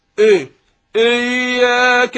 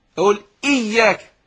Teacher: ينبغي أن نتنبه إلى تحقيق الهمزة وكسرها · Shown in: second take